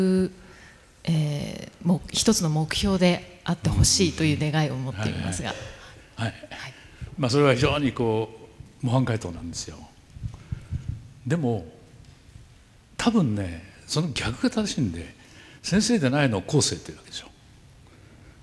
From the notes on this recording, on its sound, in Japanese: FM FESTIVAL 2012 未来授業。大学生と真剣に向き合い、直接議論を交わしながら行う１回限りの公開授業。TOKYO FM ホールで行なわれた。